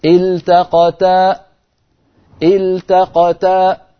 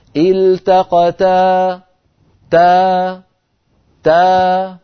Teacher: فنجعل الصوت في آخر الألف يتخامد ويتلاشى تدريجيا، ولا نقفل الوترين الصوتيين · Shown in: second take · إن تقفلنا الوترين الصوتيين خرجت همزة ساكنة.